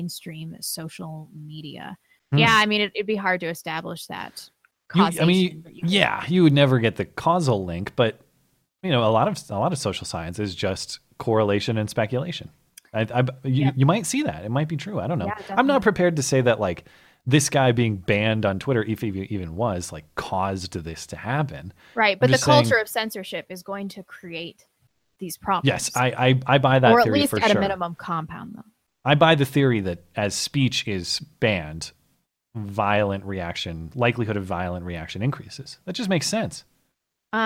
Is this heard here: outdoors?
no